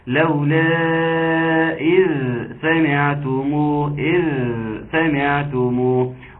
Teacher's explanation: ده أنا عاوز إذ والذال تخلص قوية وبعدين سا، فننتقل الذال للسا، الذال الساكنة للسين المفتوحة